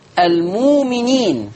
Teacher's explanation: المؤمنين هتبدل بواو مادية فتصير المؤمنين · Term: إبدال الهمز الساكن